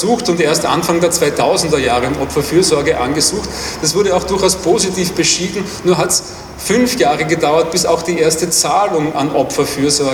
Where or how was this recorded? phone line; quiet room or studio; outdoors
outdoors